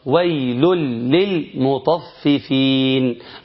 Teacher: يقول ده إدغام، النون أضغمت في اللام وأصبحت حرف جديد تماما، وأصبح ما فيش حرف خالص، ولام هي اللي عندي لام مشددة